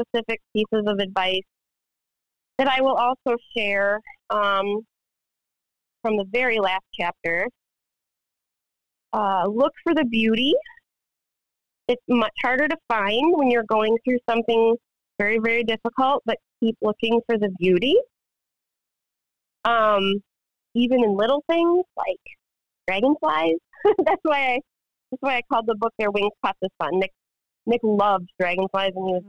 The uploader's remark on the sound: Phone interview